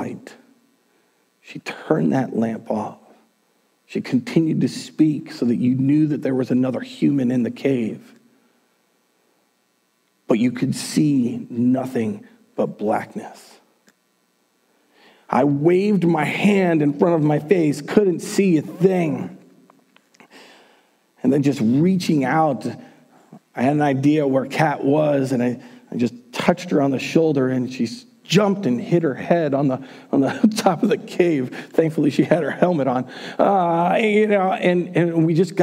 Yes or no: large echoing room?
yes